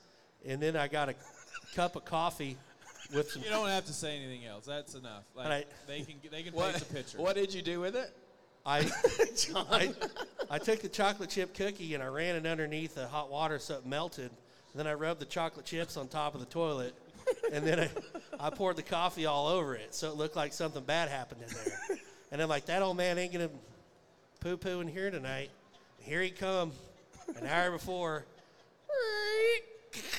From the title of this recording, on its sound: RümpChät Live 2023 - NFR Edition 4